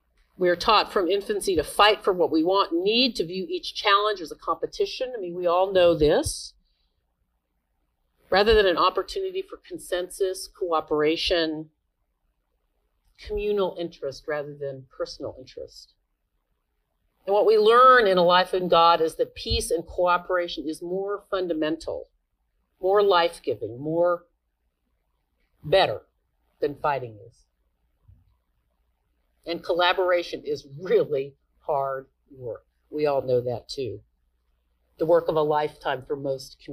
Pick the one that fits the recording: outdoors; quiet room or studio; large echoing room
large echoing room